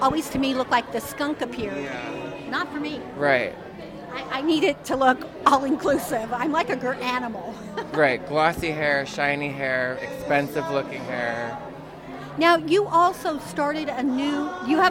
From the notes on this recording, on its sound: Live From The Hotel Edison Times Square Chronicles Presents.